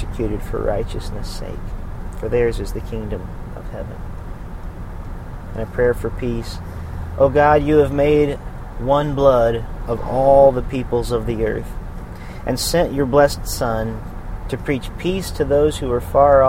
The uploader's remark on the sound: recorded on the road